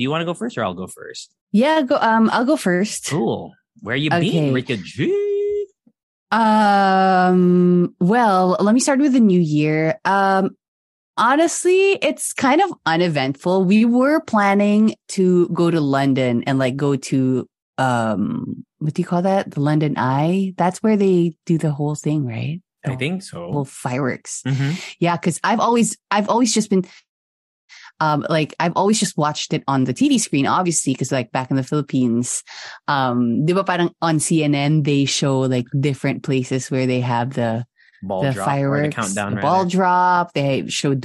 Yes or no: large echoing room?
no